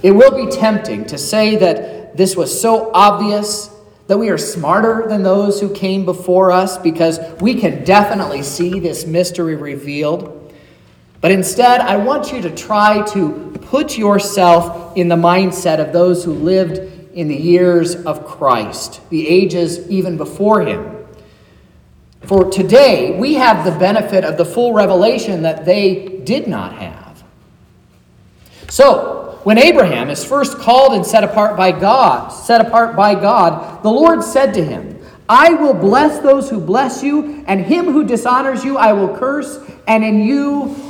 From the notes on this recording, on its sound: sermon preached at Trinity Lutheran Church in Vallonia, Indiana, on Saturday, January 6th, 2024